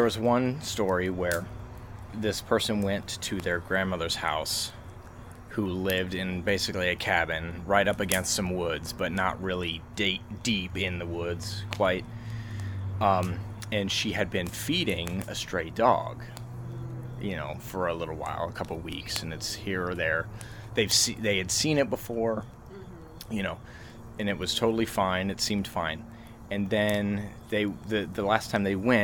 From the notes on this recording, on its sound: here is a special bonus episode, recorded around a campfire.